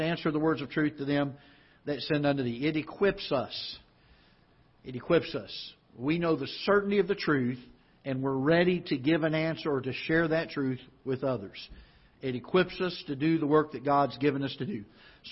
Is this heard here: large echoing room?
yes